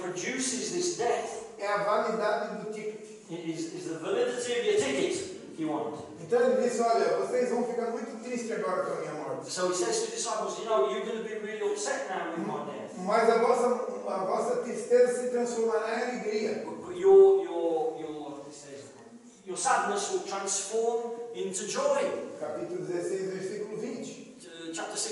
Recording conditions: poor sound quality